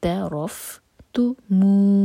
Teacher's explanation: مو مد تبعی دو حرکہ لمبا